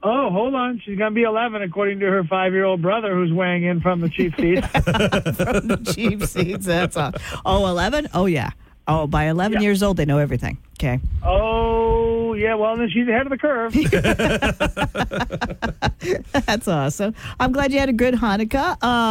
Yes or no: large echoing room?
no